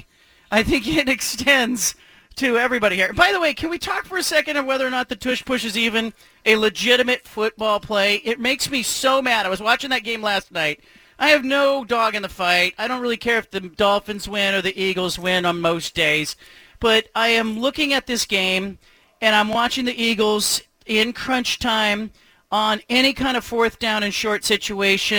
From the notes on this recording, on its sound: broadcasts live from Milwaukie Lumber in Milwaukie, Ore.